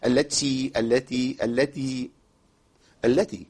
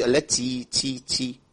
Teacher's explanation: يا بني اسرائيل اذكروا نعمتي التي التي التي التي التي، شوف بجيب لكم فرق الاثنين، التي التي التي التي، مش التي تي تي، انت كده كده بنعمل صوت مخالف لصوت الحرف، التاء مهموسه مش بصوت، الهمس ده نفس، جريان نفس في مخرج الحرف · Shown in: first take